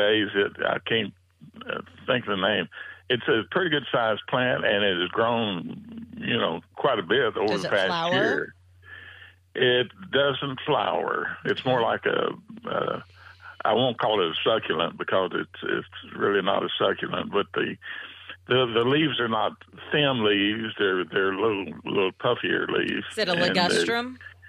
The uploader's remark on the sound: Take your calls. Heard live on SportsRadio 610.